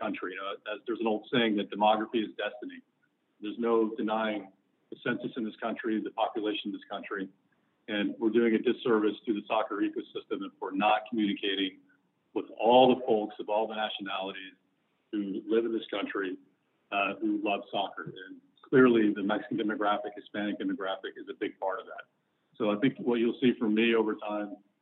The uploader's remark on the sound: US Soccer Conference Call